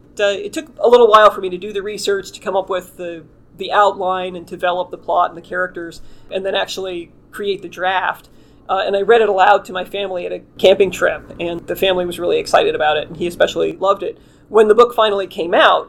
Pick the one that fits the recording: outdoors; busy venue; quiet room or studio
busy venue